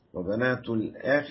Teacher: الخاء تنزل لاخر درجات التفخيم